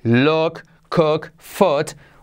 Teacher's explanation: Fíjate que la U tenemos U corta, U como O